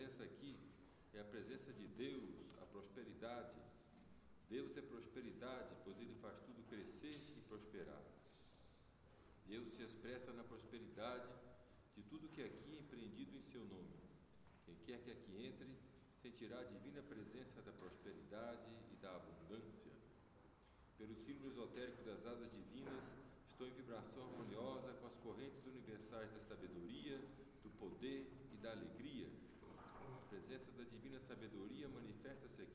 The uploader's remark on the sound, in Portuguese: gravado no trabalho de Santo Antônio na Igreja Céu do Planalto em Brasília 2016